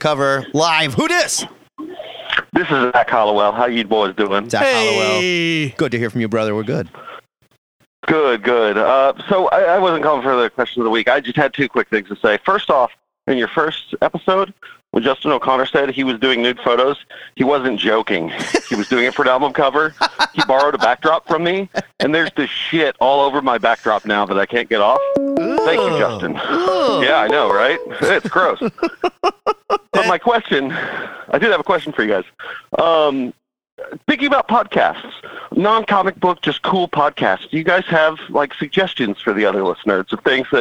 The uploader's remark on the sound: The bi-weekly, comic book call-in show where YOU control the topics!